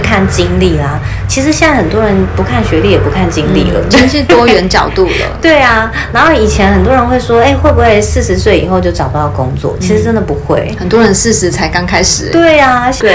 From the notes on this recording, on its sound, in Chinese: 背景雜音有點多很抱歉，因為錄完發現麥克風根本沒電（笑死）。